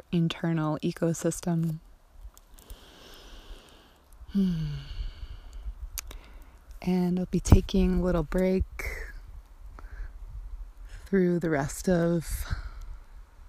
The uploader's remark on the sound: This episode was recorded outside while I was on retreat-excuse/enjoy the organic background sounds :)